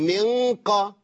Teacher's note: من قبل، لو لمس لساني هقول من قبل، اه كده انا اظهرت النون. ولو يعني لامس اقصى اللسان مع سقف الحنك يبقى انا اتيت بقاف مشدده